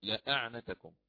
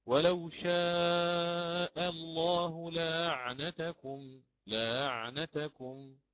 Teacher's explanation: انفرد البزي عن قنبل وهو الوجه المقدم أداء عنده بتسهيل الهمزة · Shown in: second take · وعليكم السلام، فيقرأ ولو شاء الله لأعنتكم لأعنتكم هكذا بالتسهيل.